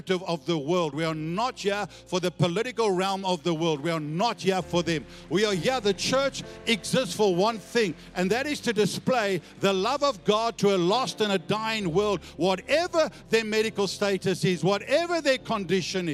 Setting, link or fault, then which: setting, large echoing room